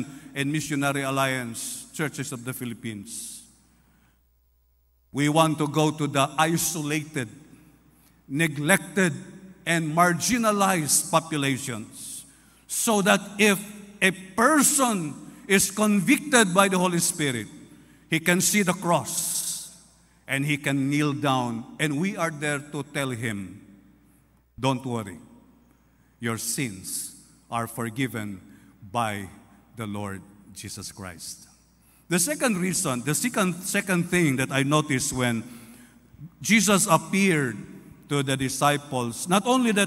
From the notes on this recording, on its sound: This podcast was recorded live last April 9, 2023 at Zamboanga City Alliance Evangelical Church.